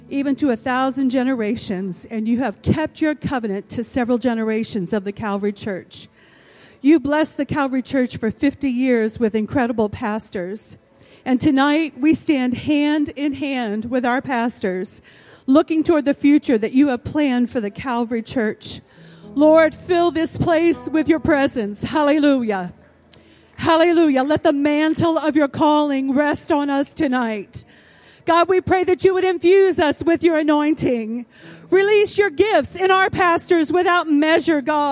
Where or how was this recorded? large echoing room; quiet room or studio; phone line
large echoing room